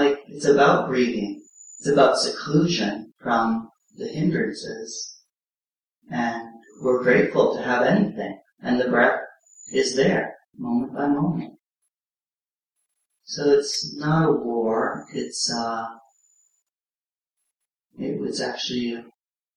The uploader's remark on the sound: (Common Ground Meditation Center). Please note this audio file has poor audio quality.